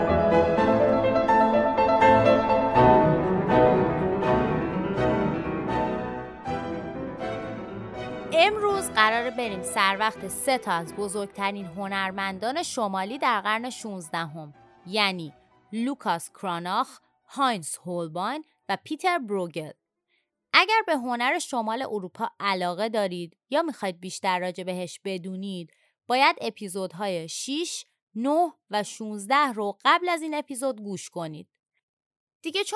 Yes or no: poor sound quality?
no